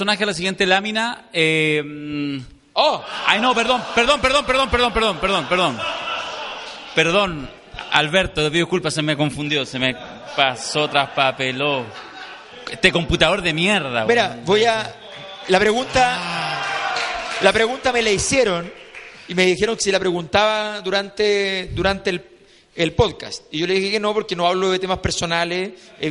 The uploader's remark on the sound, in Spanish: En Vivo: Desde el Seminario 50 leyes del Poder en El Padrino. La ocasión propicia para grabar el 1er Podcast en vivo. Primer capítulo con sonido como la gente (no se acostumbren!).